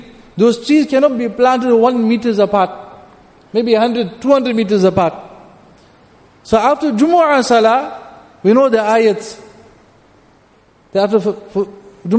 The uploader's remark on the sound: Jumuah Lecture at Masjid Al Hilal